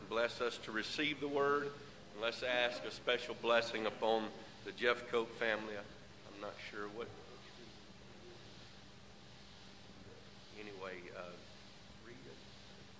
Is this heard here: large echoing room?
yes